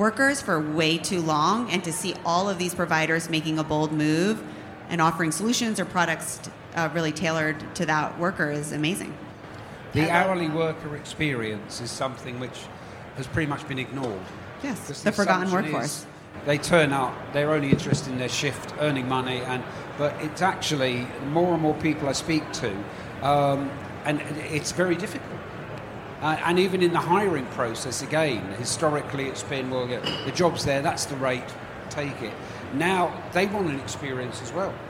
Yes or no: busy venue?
yes